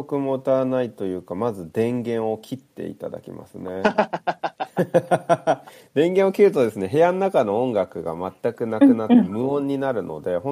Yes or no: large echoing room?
no